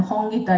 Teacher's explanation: I always talk about the velar fricative ho, which is also there in my name.